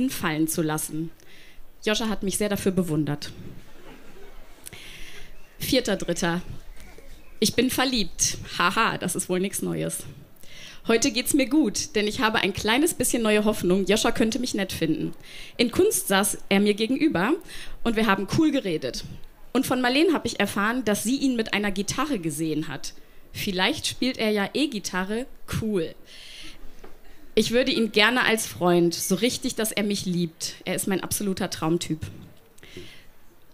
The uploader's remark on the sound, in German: Auswahl der Beiträge von der „texte von gestern“-Liveshow am 30.06.2019 im frannz Biergarten, Berlin. Heißen Dank an den frannz Biergarten, unser tolles Publikum.